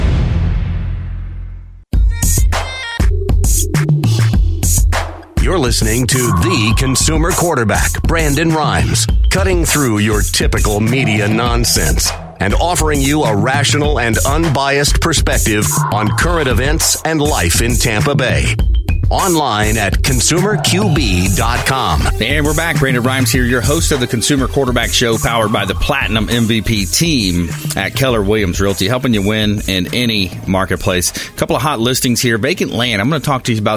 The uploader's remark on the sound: called in from bee removal job in Orlando